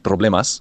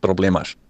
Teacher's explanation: And then in Portuguese, it would be something like problemas. So you just put like almost like an SH on a lot of the S sounds. · Shown in: second take